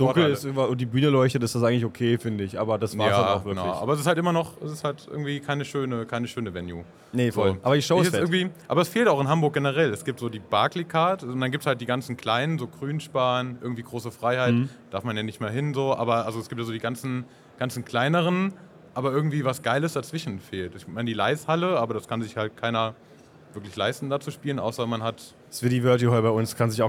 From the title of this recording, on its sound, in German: Community Podcast live von der Leat Con2023